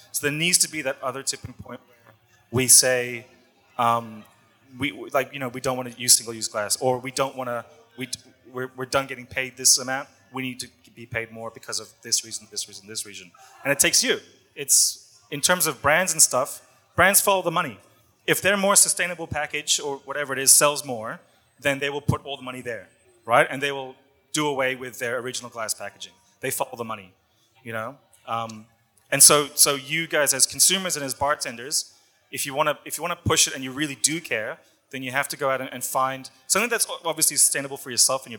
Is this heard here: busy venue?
yes